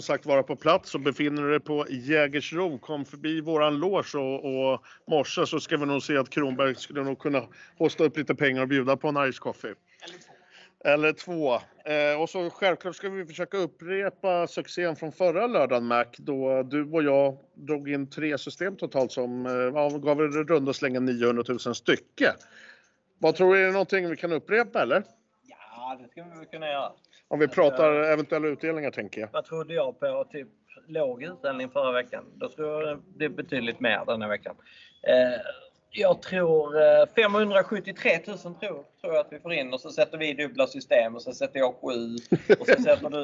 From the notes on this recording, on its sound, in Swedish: Podden inspelas på Malmö Live i livlig miljö.